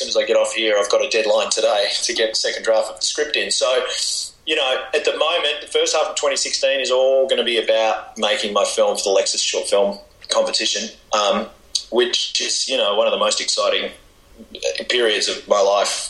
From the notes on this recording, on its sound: interview via Skype from Melbourne, Australia